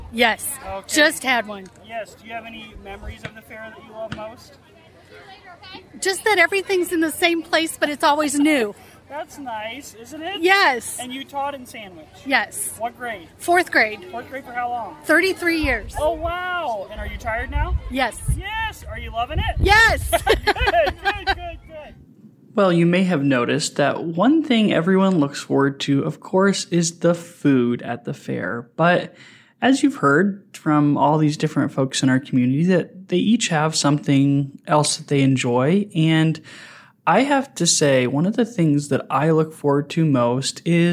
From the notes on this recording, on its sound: Live at the Sandwich Fair!